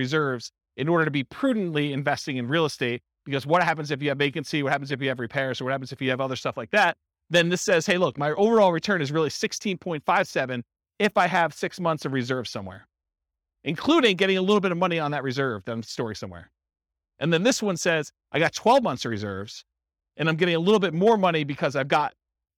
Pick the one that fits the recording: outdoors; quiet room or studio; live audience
live audience